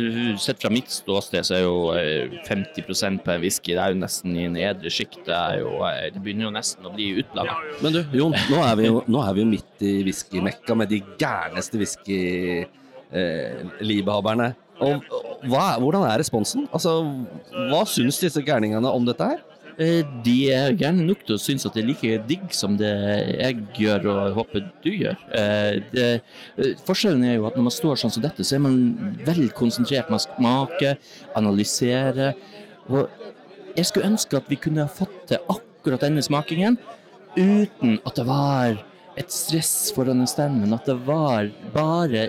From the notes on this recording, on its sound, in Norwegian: Oslo Whiskyfestival 2023. Det blir høylydt og torvrøyk på flere språk når de to kaster seg ut i tre etasjer med whiskyboder.